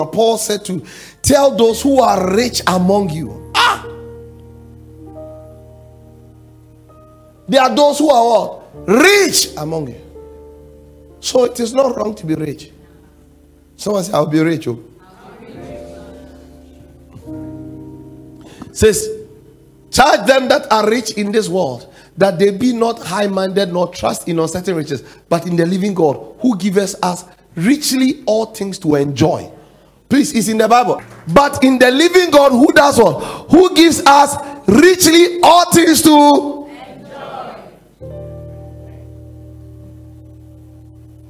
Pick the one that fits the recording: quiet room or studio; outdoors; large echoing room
large echoing room